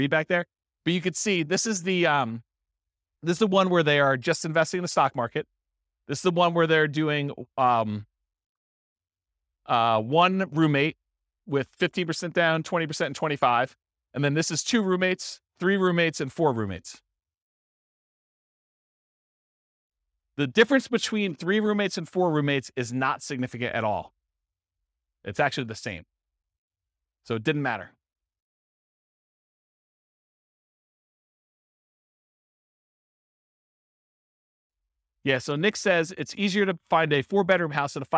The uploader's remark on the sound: This was a live class recorded